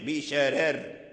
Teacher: نرقق الراء الأولى لأجل الكسر الراء الثانية، ونرقق الكسر الراء الثانية لترقيق الراء الأخيرة الراء الأولى بشرار، حتى يكون اللسان يعني لا يخرج من الترقيق إلى التفخيم بشرار.